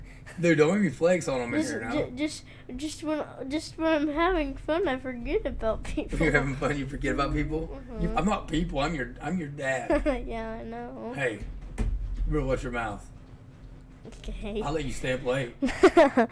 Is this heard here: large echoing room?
no